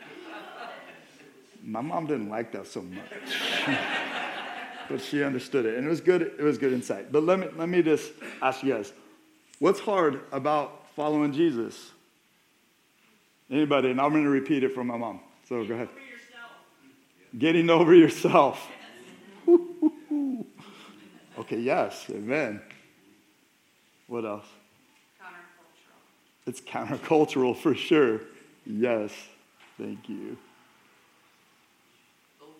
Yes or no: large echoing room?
yes